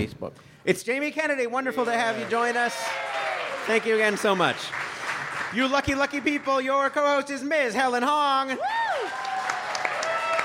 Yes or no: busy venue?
yes